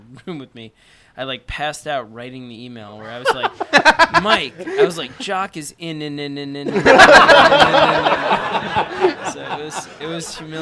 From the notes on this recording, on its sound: It's the 10th Anniversary party at Bergen Street Comics in Brooklyn, and a whole hell of a lot of people turned up.